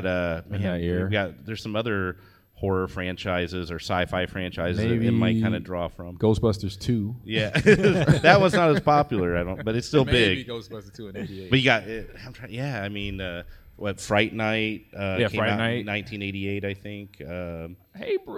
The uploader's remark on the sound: Live from the Fan Expo in Chicago